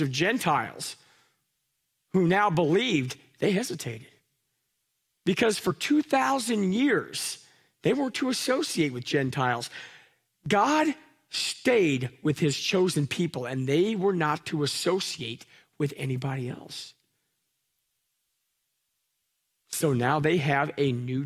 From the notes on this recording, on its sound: Live from our Celebration Ministry Center